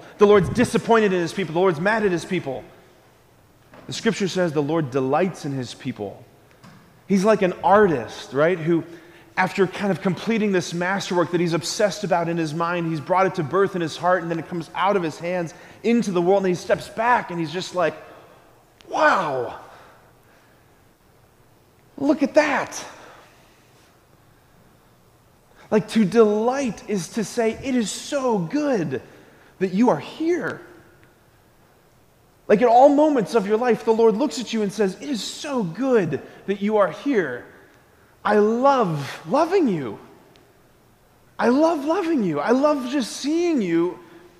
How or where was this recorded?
large echoing room